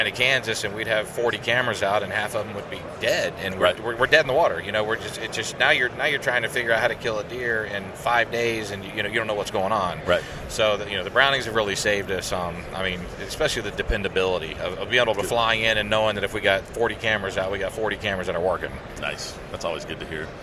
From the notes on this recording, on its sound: during the 2019 ATA Show